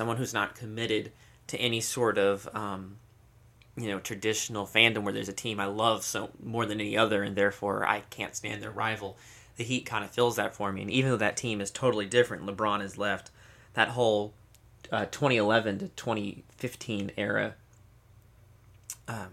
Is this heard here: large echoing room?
no